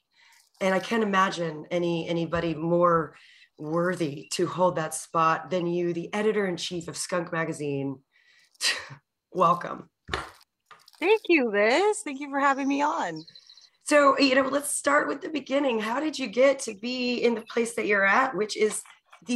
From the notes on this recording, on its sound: Recorded in New Braunfels, Texas via Zoom.